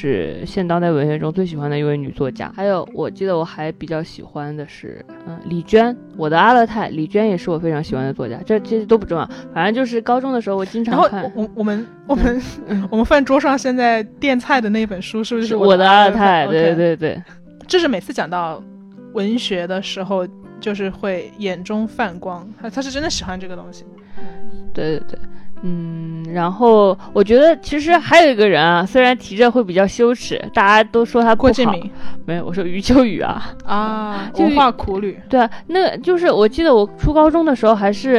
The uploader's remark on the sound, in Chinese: 本期是我们在床上拿着话筒录的，有电流声